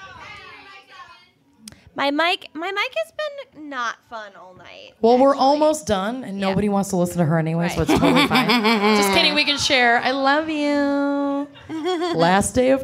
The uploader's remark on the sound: Boston LIVE. At a live show in Boston.